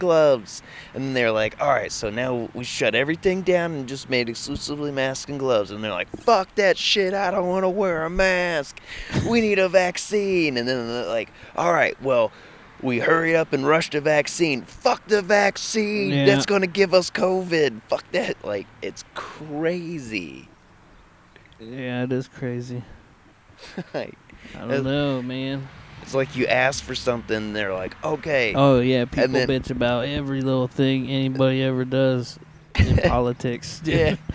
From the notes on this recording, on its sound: Backyard Chillin'. It was a nice recording day so we decided to take the podcast outside so we could chill and take in some rays. A little more energetic, outdoor mood.